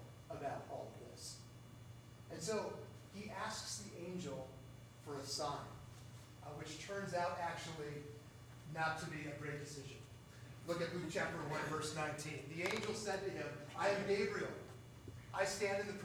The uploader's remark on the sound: Due to technical difficulties, the sound is uneven in the recording. The Audio Fidelity is much lower than normal.